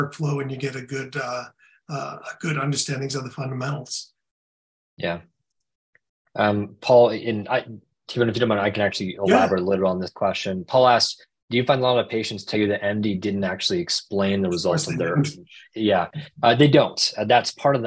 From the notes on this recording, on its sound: In this webinar recording